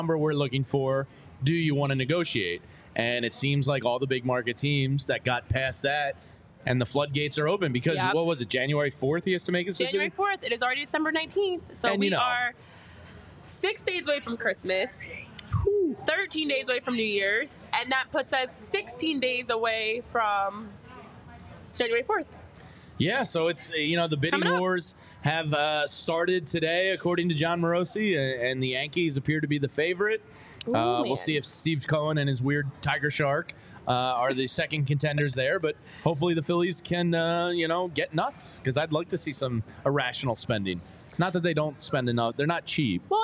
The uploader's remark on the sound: Live from Reading Terminal Market talking MLB updates.